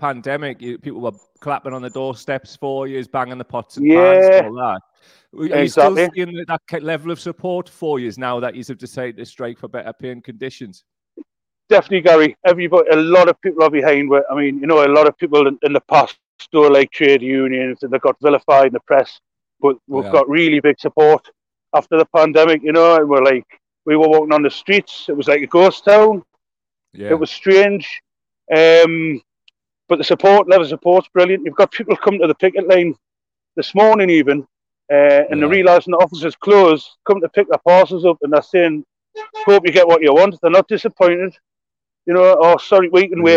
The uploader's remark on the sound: live from picket line at Blaydon Delivery Office, Tyne and Wear